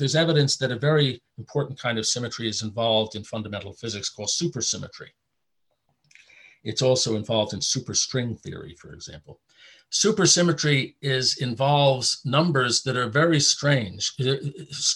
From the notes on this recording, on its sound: A webinar lecture. Presented by the Harvard Catholic Forum and the Lumen Christi Institute.